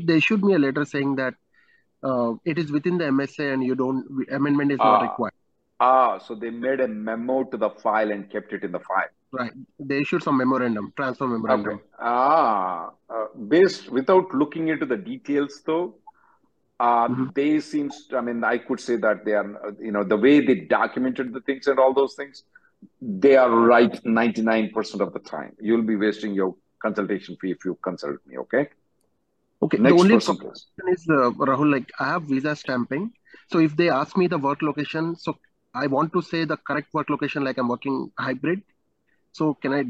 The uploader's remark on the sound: Conference Call